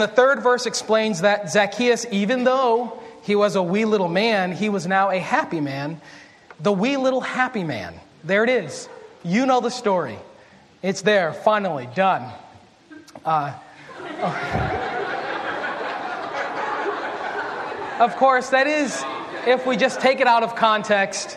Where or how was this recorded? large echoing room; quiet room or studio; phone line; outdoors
large echoing room